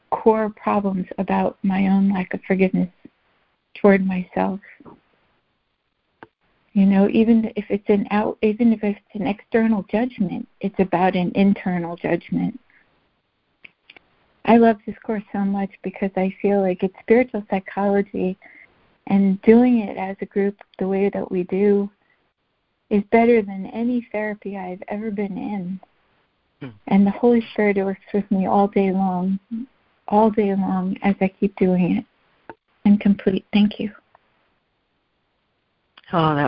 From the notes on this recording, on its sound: ACIM Daily Conference Call